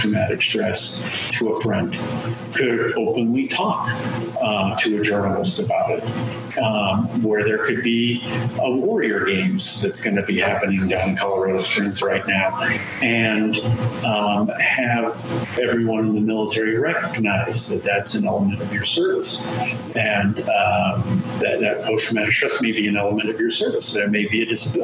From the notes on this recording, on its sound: I will say in advance the audio quality is not the best.